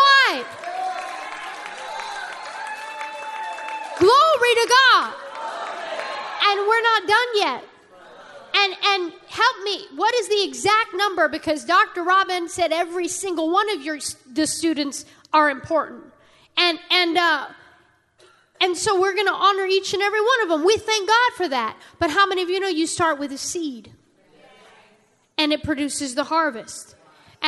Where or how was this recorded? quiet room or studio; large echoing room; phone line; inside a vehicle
large echoing room